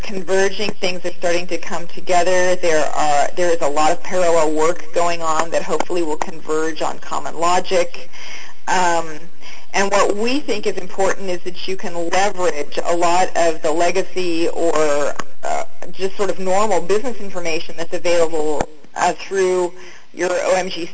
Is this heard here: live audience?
no